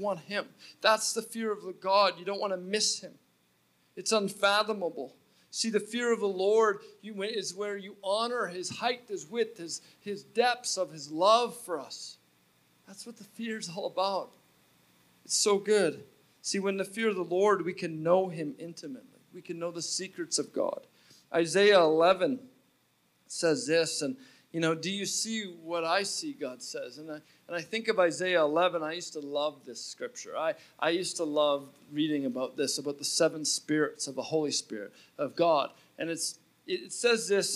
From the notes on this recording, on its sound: At Resurgence Edmonton on October 5, 2019 at Champion City Church.